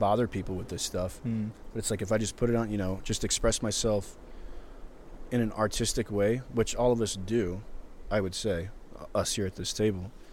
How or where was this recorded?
outdoors